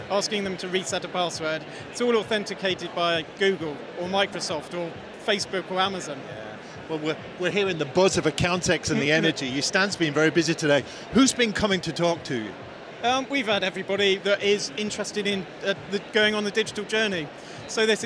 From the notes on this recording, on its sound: Event Special - Accountex 2023 Live Interviews.